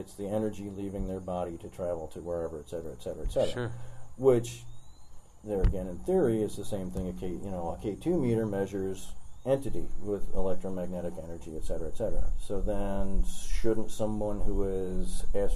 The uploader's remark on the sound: Tales From The Conference. Interview different speakers from the KC Paranormal Conference!